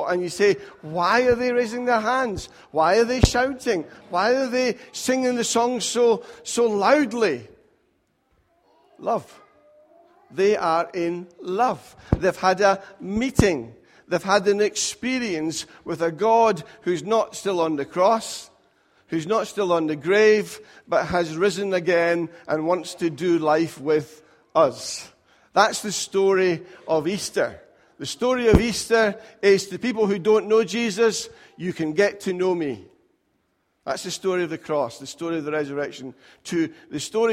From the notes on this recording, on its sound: Recorded at freedomcentre church, Preston on Sunday 1st April 2018